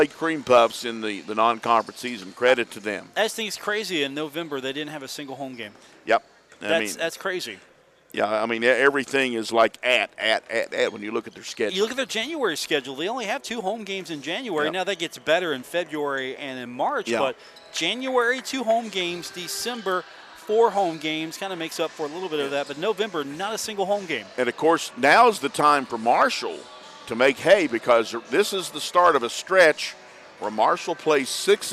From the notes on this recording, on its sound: Live from the Cam Henderson Center on the campus of Marshall University for today's show.